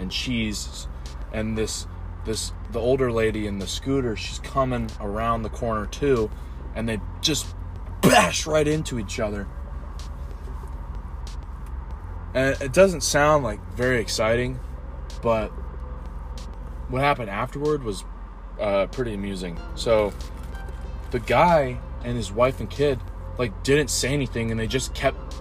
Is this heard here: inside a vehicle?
yes